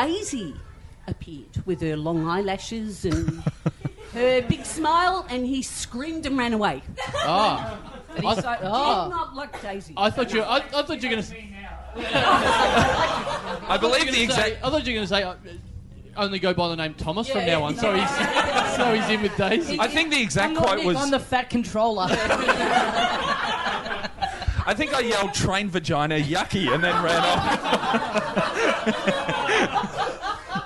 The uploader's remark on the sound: Recorded LIVE in the party room at Church st.